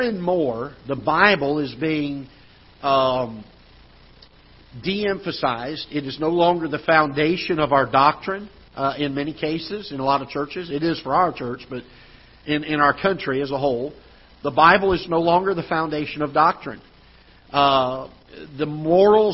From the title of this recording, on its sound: Ketha Heights Baptist Church ~ Live Broadcast